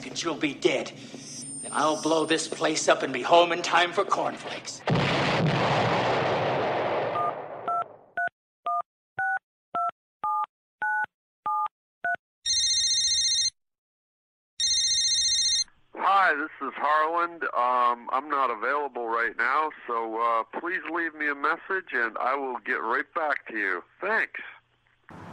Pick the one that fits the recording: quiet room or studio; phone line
phone line